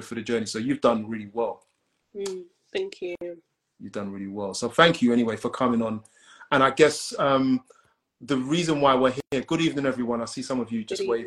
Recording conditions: video call